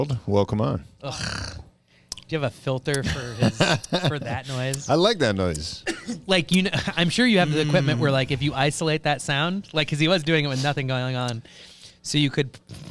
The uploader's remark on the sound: Live show at the Yacht Club.